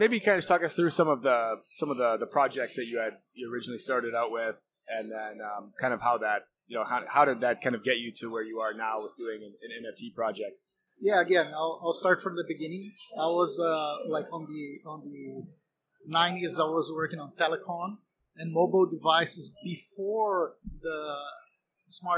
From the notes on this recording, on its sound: Onsite at Consensus 2023.